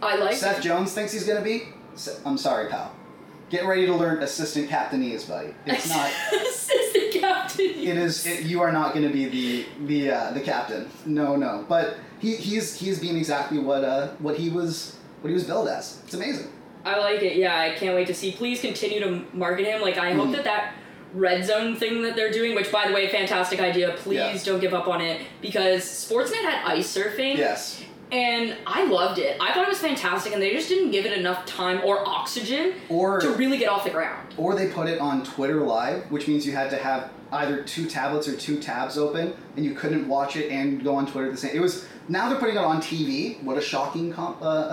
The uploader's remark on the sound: Apologies for the bad audio on this episode, we had some hiccups with the new microphones